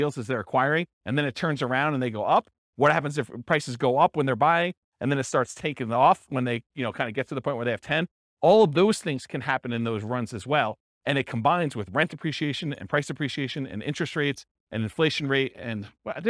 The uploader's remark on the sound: This was a live class recorded